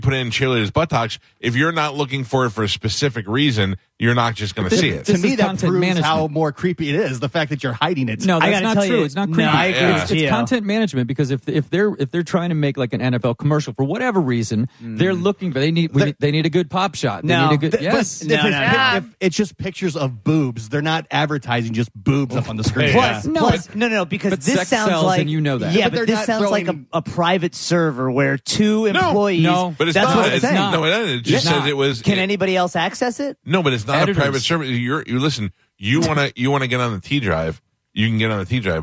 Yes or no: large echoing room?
no